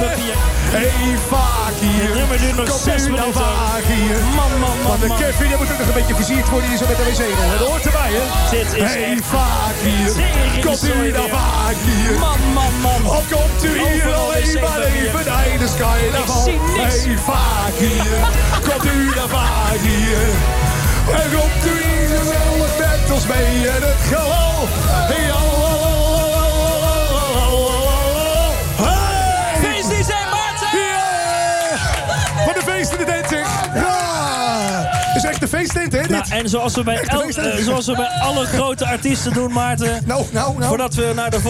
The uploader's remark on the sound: Live Vanuit LowLands Op 3FM.